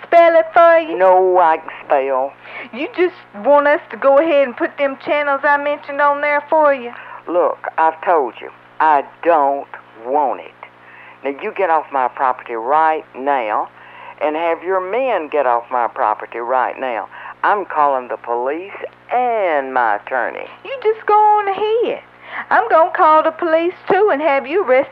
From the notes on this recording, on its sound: Personal Prank Phone Calls Collection